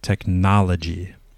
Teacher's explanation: Technology, again, G is just like saying the letter G at the end, okay, and where's the stress, where's the emphasis point on technology? So it's going to be on that na part